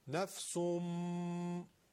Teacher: تنوین وقتی به میم میرسه، میم جزء حروف یرملونه، چی میشه؟ ادغام با غنه.